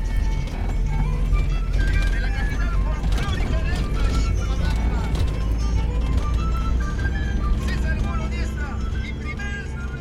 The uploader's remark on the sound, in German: Wir haben den Santa Cruz Trek 4 Tage lang durch die Cordillera Blanca gemacht. Wir haben dich einmal live bei unsere Wanderung mitgenommen.